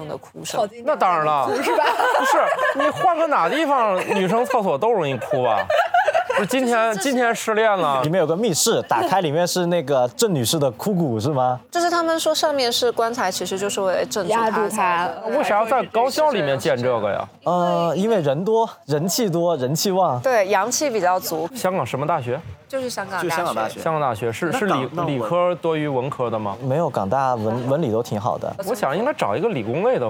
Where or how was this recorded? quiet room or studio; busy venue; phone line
busy venue